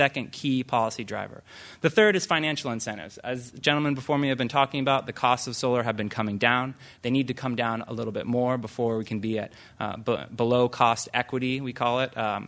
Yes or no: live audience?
yes